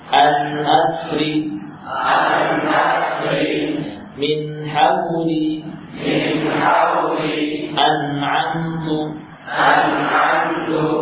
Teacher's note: Nun bukan kemudian dibaca dengan memotong gunnah, menghilangkan gunnah sama sekali.